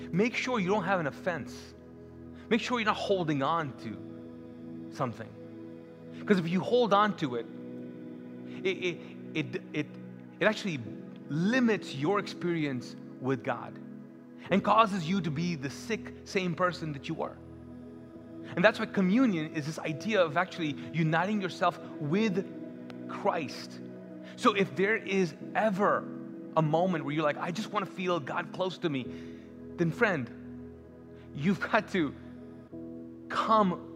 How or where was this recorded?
large echoing room